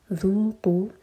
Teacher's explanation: ذال کے لیے ہماری زبان اوپر والے دانتوں کو ٹچ کرے گی اور تھوڑی سی ٹپ باہر ہوگی